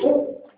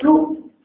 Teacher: إذا قلت صو في انحصار للصوت. ها؟ بخلاف سو لا انحصار للصوت في حرف السين